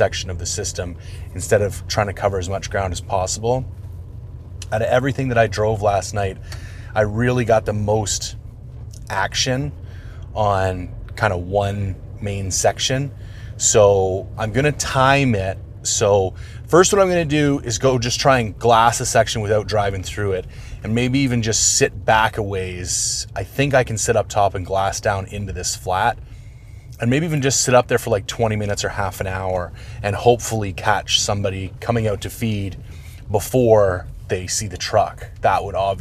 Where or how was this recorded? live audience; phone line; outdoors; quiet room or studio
outdoors